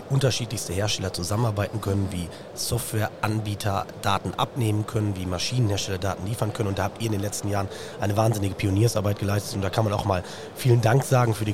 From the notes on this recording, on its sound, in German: Wir schnacken in dieser Folge live auf der Agritechnica in Hannover